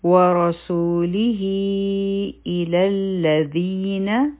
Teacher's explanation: واو د پاره به مونږ خپلې شونډې ګول کړو او فتحه به ادا کړو و را به غټه وایو او په دې باندې فتح ده نو دا به شي را او بیا دې سو حرفی مد ده دوه حرکه به راکاږو او د لاندې کسره ده یو حرکه به وایو لی او هی به څلور حرکه اوږدوو ځکه چې دلته مدی سله کبرا دی. ورسوله الی الذین حمزه یو حرکه لام به د لام سره یو ځای شي دلته به مونږه درې لامونه ادا کو او په منځ کې به همزة الوصل نه وایو.